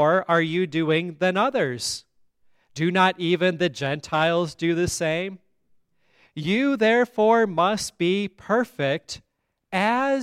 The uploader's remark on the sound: at Grace Lutheran Church, Lexington, MO